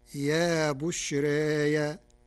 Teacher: قرأ ورش كلمة يا بشرى بياء مفتوحة بعد الألف، وهي على قاعدته في التقليل، فتصير يا بشرايا بالإضافة إلى نفس القائل، وفتحت على القياس.